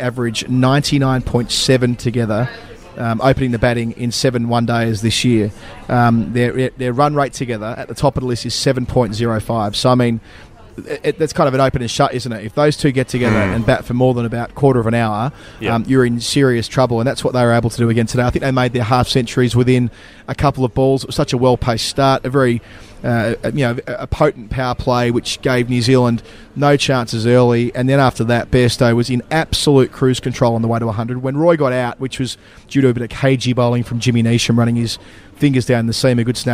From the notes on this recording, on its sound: recorded from a couch in Birmingham and a pub in Dublin